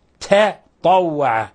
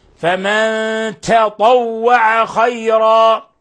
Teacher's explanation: ونلاحظ ضرورة التفريق في المخرج بين التاء والطاء، نقرأها تاء طوع، نرقق ونفخم، التاء مرققة لأنها حرف استيثال، حرف مرقق، والطاء مفخمة، بل هي أكثر الحروف تفخيما، فنظهر تفخيمها